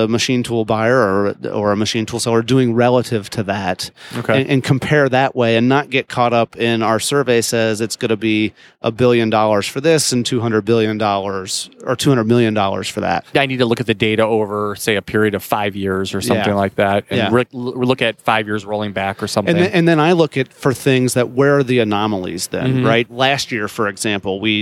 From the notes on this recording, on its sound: Live from IMTS 2018.